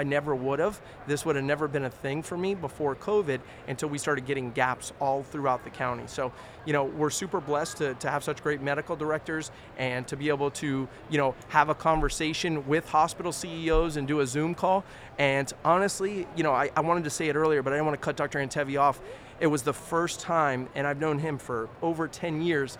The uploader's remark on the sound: Live From Expo 2023